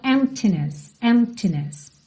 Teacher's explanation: Porque como a gente não tem vogal depois dele, ele acaba ficando meio mudo mesmo, né? A gente já fechou pro M, empty, e eu vou abrir já no T.